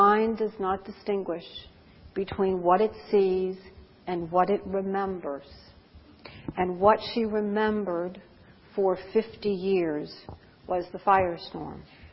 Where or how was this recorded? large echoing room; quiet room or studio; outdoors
large echoing room